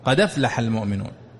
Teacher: تسقط الهمزة فيبقى اللفظ بدال مفتوحة · نقلنا حركة الهمزة إلى حرف الدال وحذفنا الهمزة فأصبح قد أفلح، وكان قد أفلح، قد أفلح المؤمنون. · Term: النقل